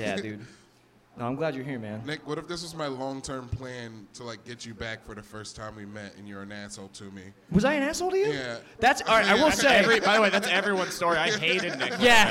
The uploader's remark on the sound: LIVE from the Ottobar